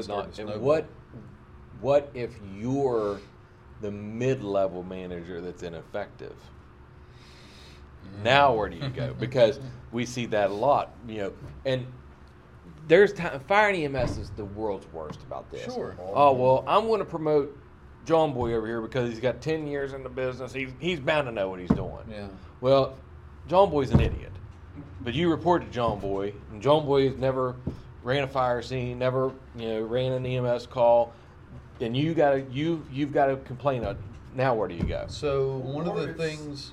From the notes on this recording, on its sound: come to you live from the VFW in Westover